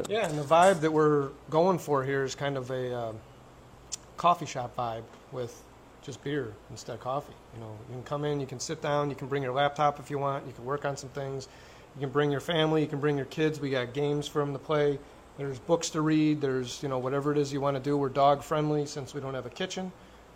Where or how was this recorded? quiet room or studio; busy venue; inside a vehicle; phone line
busy venue